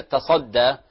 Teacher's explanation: كلمة تصدى الحرف التاء من حروف الاستفال الترقيق، الصاد من حروف الاستعلاء، الدال من حروف الترقيق، يعني حرفي ترقيق وسطهم حرف تفخيم.